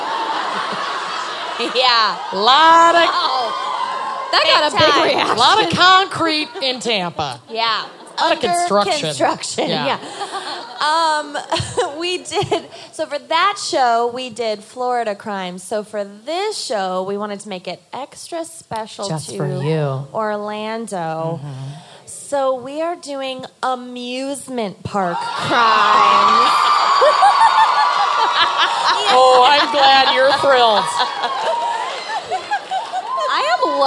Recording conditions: live audience